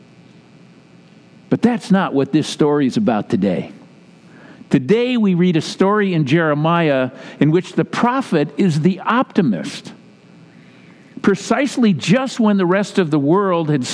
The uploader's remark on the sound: Message delivered during the Classic Service.